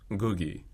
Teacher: that first sound is not an ng, but it's a pre-nasalized g